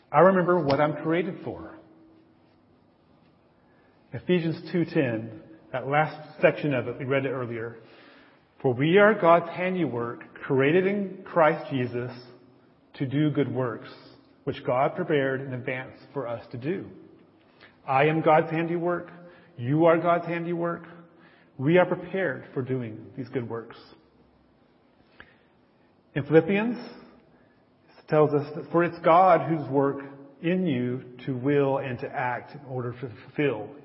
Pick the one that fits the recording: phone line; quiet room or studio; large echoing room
large echoing room